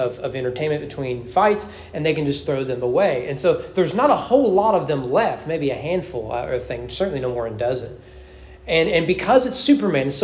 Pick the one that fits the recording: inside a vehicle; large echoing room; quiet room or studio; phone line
large echoing room